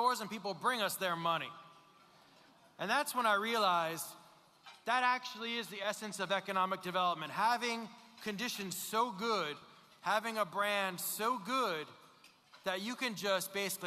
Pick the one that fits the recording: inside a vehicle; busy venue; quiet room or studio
busy venue